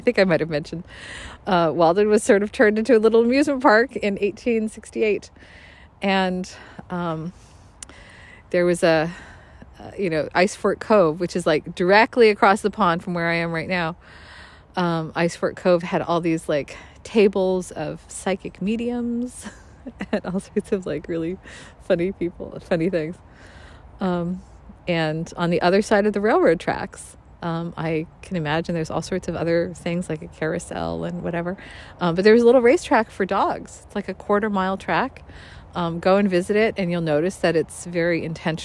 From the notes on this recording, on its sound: Additional commentaries are recorded at Walden Woods Stonehenge & the replica Cabin.